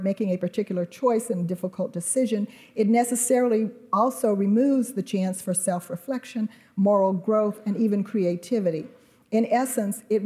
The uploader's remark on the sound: delivered an evening plenary address as part of Acton University 2018